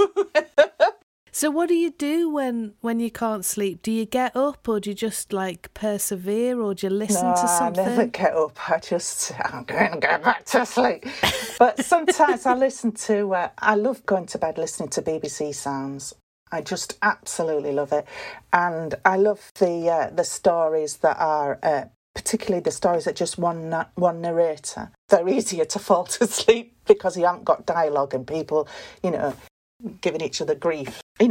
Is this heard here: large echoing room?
no